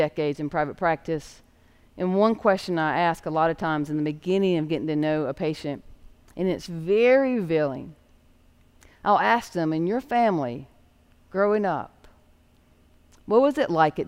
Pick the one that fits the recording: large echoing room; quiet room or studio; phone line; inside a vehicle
large echoing room